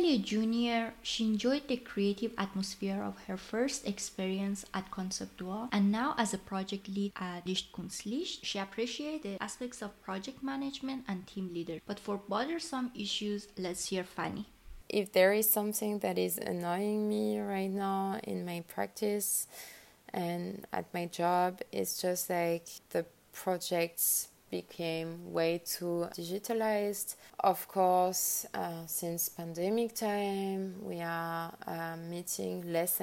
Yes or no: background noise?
yes